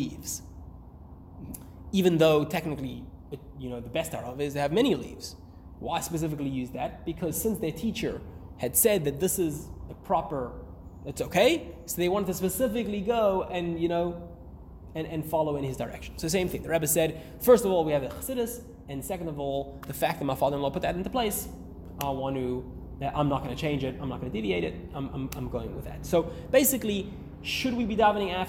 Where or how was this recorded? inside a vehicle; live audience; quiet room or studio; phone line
live audience